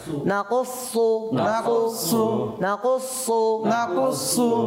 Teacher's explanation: পাতলা করে বললে কি হয়ে যাবে এটা সিন হয়ে যাবে এটাকে মোটা করতে হবে